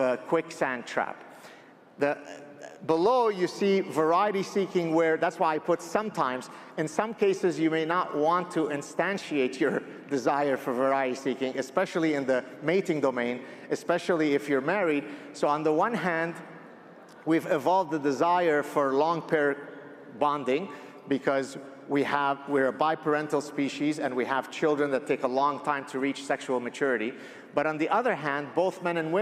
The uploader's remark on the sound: My Talk at AmericaFest 2023